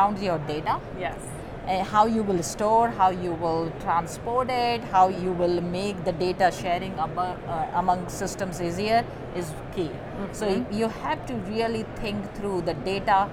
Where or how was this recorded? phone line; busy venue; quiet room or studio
busy venue